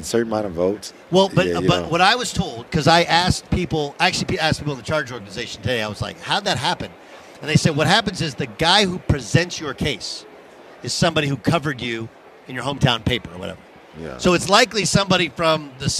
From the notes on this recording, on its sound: on Radio Row at Mandalay Bay in Las Vegas